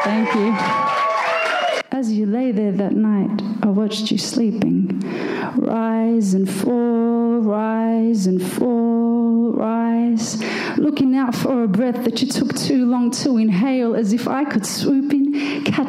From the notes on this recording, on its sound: Hares and Hyenas Bookstore in Fitzroy Melbourne. A selection of rap, hip hop and spoken word poetry recorded live at the Hare Hole.